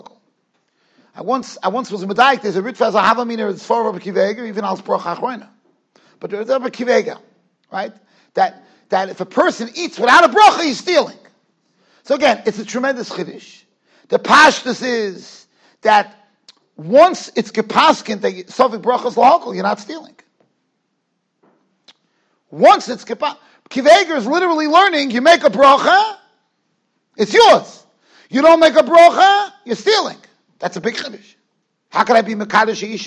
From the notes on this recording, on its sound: Shiur recorded in Yeshivas Ohr Reuven, Monsey, NY.